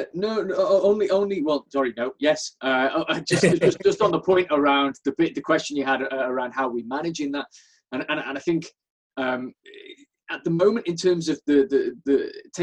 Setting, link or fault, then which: link, video call